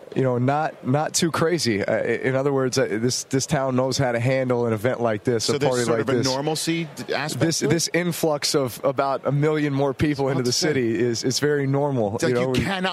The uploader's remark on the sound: Best of Radio Row at Super Bowl XLVII